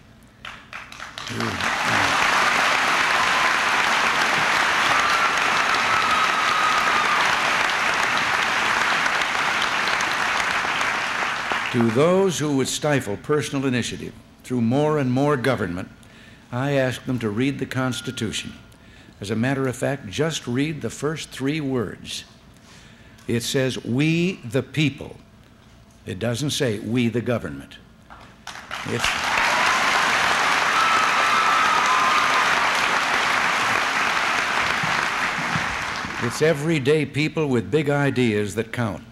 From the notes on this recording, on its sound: The president delivered remarks at the Dixon High School Gymnasium.